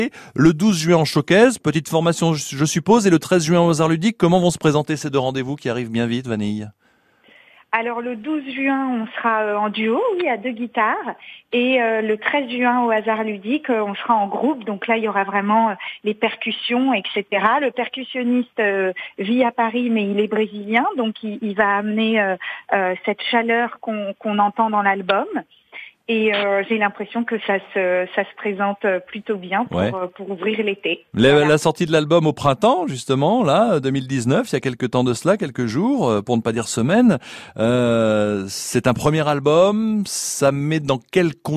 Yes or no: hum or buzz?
no